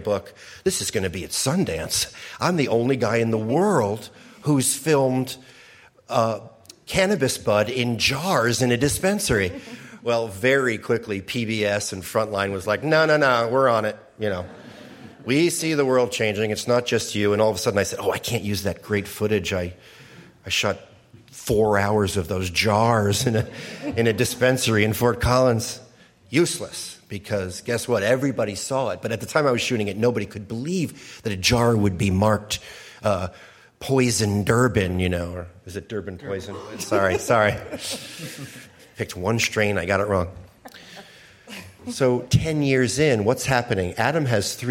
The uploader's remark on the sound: Q&A with Live Audience. Answer questions from a live audience at the Lafayette Library in Lafayette, CA.